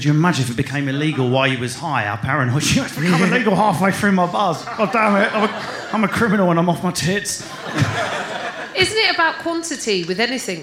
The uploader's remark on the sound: For the final episode of The Kaneing recorded at Edinburgh Festival.